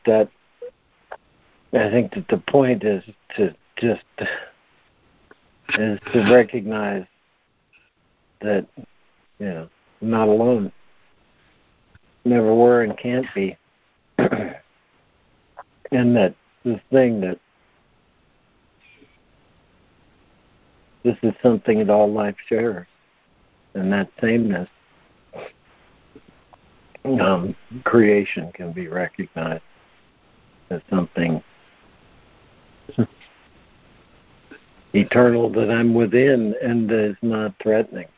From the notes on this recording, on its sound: ACIM Daily Conference Call